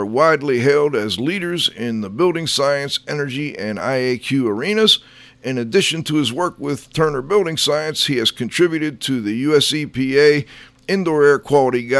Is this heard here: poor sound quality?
no